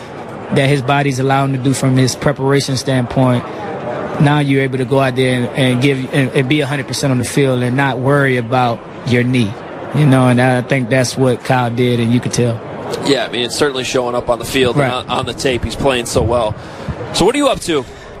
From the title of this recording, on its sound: Live From Radio Row